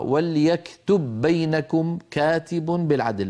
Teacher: وليكتب التقى في النطق باءان، والأولى من البائين ساكنة فأدغمنا الباء الأولى في الثانية فصارتا باء واحدة مشددة